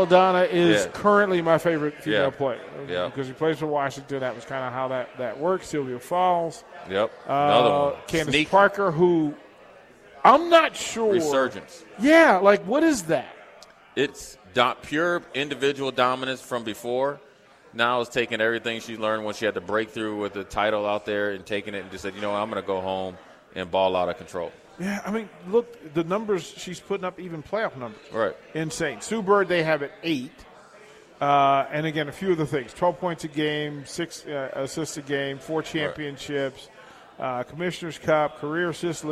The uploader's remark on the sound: LIVE from Mary Ellen's.